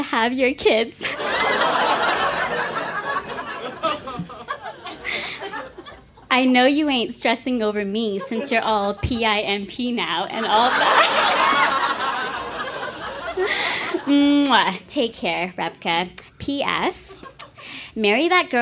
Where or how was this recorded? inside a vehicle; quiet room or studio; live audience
live audience